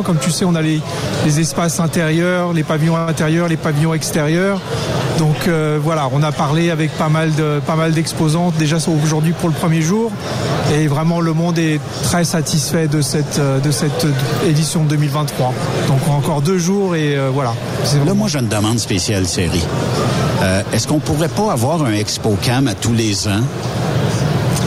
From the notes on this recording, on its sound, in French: 25 Mai 2023 EXPOCAM. Aujoud’hui nous sommes en direct de l’expocam 2023 à Saint-Hyacinthe!